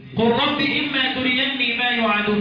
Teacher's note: اللام أدغمت بالراء للتجانس أو للتقارب · Term: ادغام